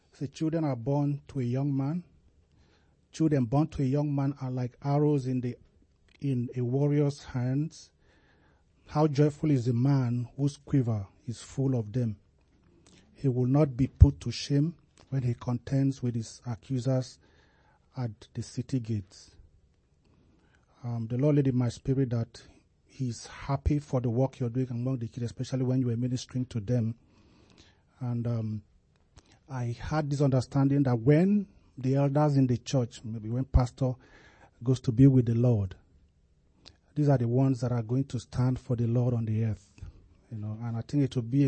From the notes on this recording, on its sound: we take them on in this Sunday service